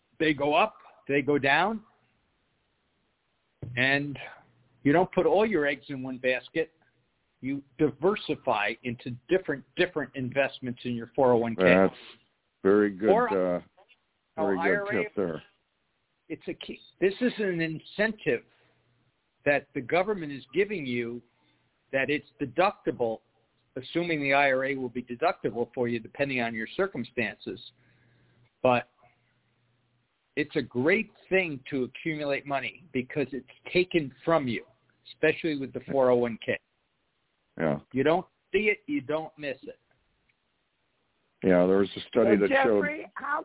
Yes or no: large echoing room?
no